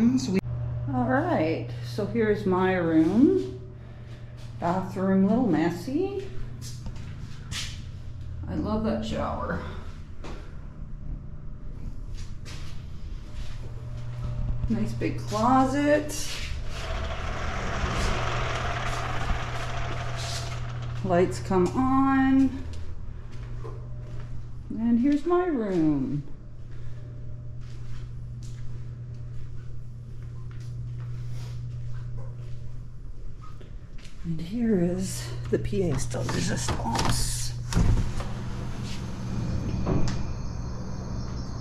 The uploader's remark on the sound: Barceló Maya Riviera Resort in Mexico. They recorded a podcast on the balcony of course!